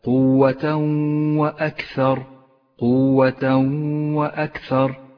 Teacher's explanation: جاء التنوين وبعده حرف الواو، والواو حرف إدغام بغنة، نسقط التنوين من اللفظ ولذلك هو رمادي اللون، ونقف بغنة على حرف الواو ولذلك هو أخضر اللون.